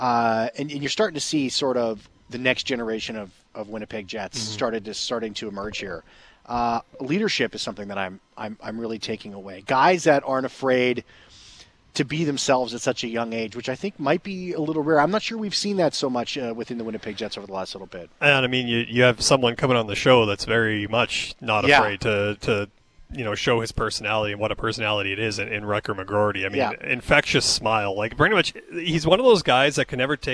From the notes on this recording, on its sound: Live at Jets Development Camp.